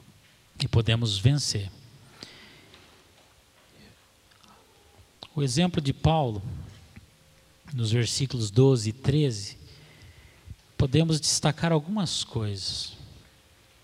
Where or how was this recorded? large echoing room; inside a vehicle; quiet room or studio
large echoing room